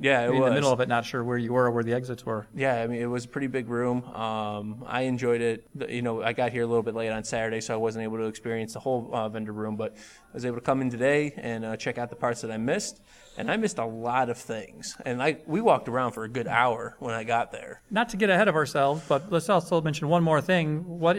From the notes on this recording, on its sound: Street Interviews at the Indiana Comic Con 2017. One of our panels was our patented street interviews, and boy what a doozey! Recorded live in front of an audience, we had a chance to talk to many interesting people. What a lively crowd, we recorded this with ambient tabletop mics that captured the crowd and the chaos of the liveness.